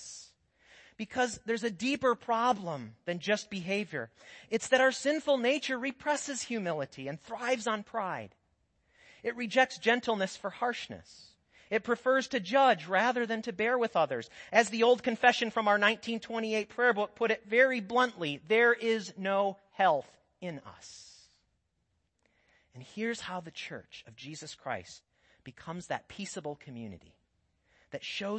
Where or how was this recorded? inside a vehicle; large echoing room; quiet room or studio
large echoing room